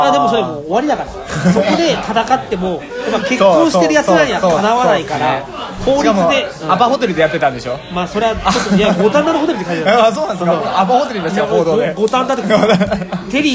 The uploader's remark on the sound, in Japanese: 居酒屋収録について。今回は居酒屋にて収録！